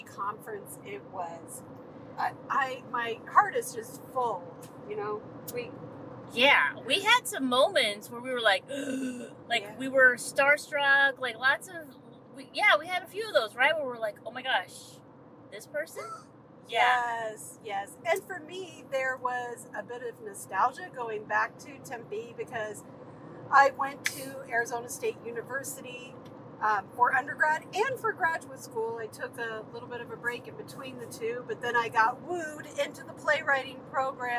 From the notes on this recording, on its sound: Recorded on the drive home. During an on-the-road debrief of the 2023 TYA/USA National Festival & Conference hosted by Childsplay in Tempe, Arizona.